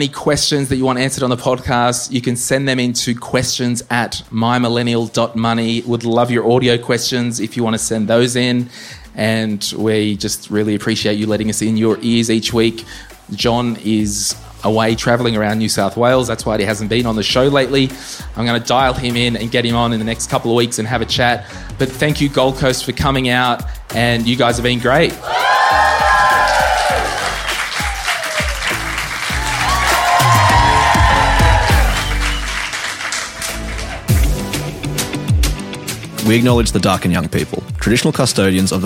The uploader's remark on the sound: The first my millennial money meet up for the year on the sunny Gold Coast! In this episode live audience members asked the following questions.